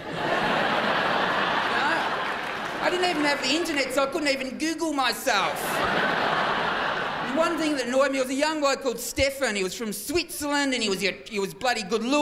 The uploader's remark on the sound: 2006 Melbourne International Comedy Festival Gala